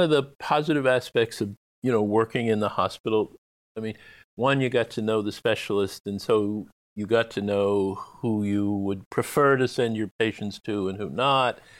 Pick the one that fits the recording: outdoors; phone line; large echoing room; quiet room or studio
quiet room or studio